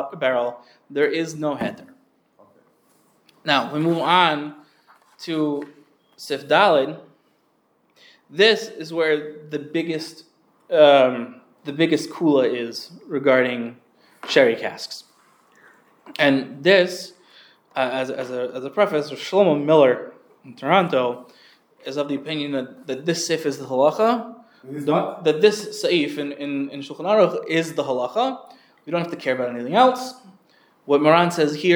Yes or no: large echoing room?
yes